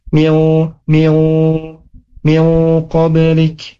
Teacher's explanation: pun ketemu huruf qaf dibaca gunnah ya, ikhfa ditahan